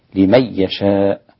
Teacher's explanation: أسقط الغنة خلف عن حمزة، لمن يشاء. والمد المتصل كما ذكرنا يشاء أربع حركات لكل القراء عدا حمزة وورش.